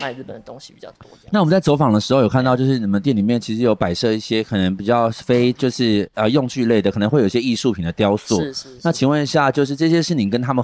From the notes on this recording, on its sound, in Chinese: 這次深夜說繪話到雲林拜財神之旅，隨著我們一路邊走邊錄音，。還有採訪到當地不同店家的人物。